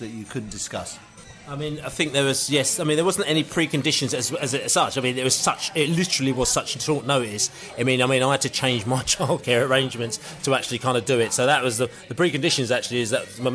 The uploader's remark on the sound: Fans views from the pub after the Charlton match.